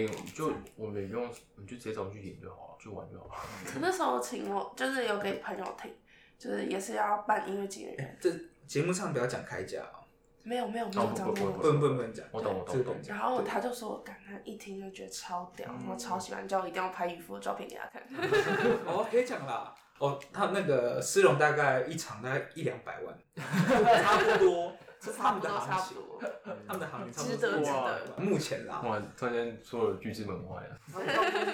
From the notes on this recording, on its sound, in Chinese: 為了上傳上來，也是犧牲了音質，還請多見諒，不然原檔真的大到不符合上傳標準。也是歹丸童乩的第一個Live Podcast。